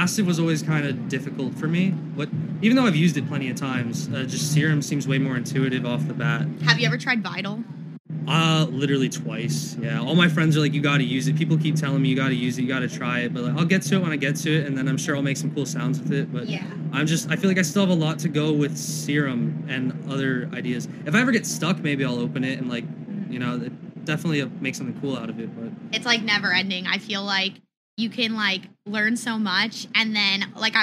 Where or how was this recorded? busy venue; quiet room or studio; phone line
busy venue